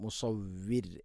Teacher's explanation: സ്വാദ് ഇസ്തിഇലാഇൻ്റെ അക്ഷരമാണ്, സ്വരഭാരത്തിൽ ഉച്ചരിക്കണം, നാവിൻ്റെ മധ്യഭാഗം അണ്ണാക്കിലേക്ക് ഉയർന്ന് നിൽക്കണം. ശേഷം അൽ മുസവ്വിർ, മുസവ്വിർ എന്ന് വഖഫ് ചെയ്ത് മുസവ്വിർ, റാഇനെ തർഖീഖ് ചെയ്യണം.